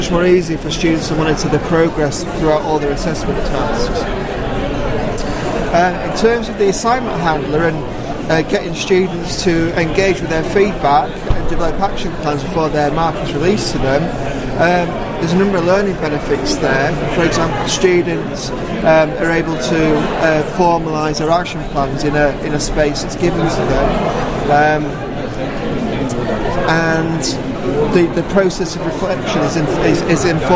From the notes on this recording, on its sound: Recording of the poster session. (Sheffield Hallam University).